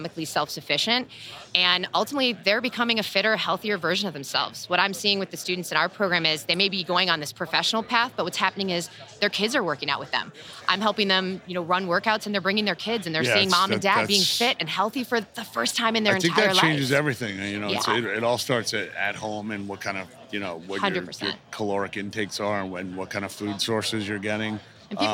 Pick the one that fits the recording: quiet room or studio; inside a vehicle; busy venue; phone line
busy venue